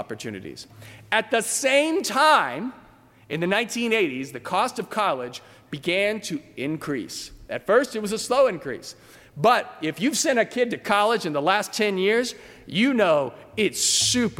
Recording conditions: large echoing room